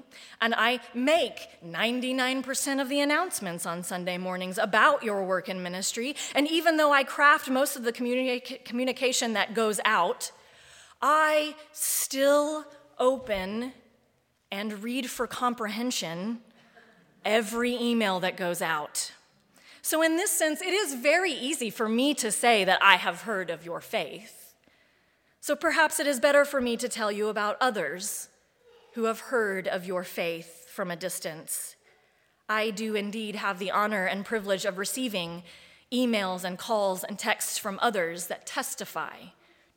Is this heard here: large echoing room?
yes